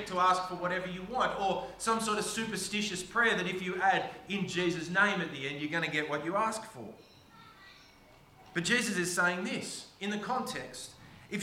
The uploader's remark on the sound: preached on the 22nd of October 2023 at all services of Helensburgh and Stanwell Park Anglican Church